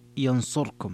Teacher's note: قرأ أبو عمرو بخلف عن الدوري ينصركم بإسكان الراء